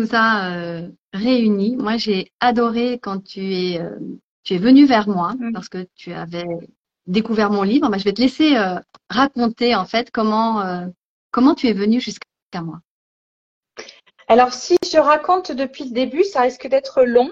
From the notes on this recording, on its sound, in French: il s'agit d'une rediffusion d'un live Instagram